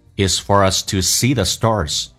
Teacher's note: For 跟 us 有一个连叫 for us, for 不被强调会弱化成 for us